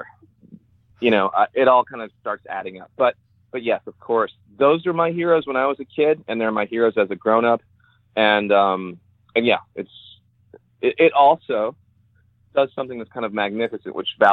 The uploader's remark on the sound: we hopped on the phone